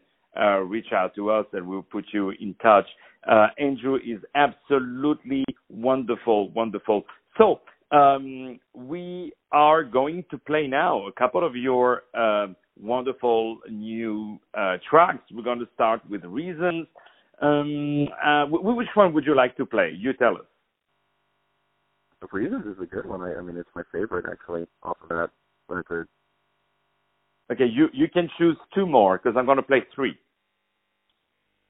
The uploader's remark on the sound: On the phone